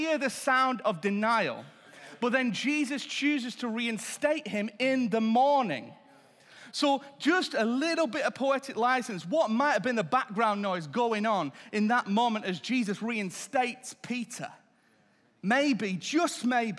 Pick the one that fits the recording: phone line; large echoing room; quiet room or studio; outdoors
large echoing room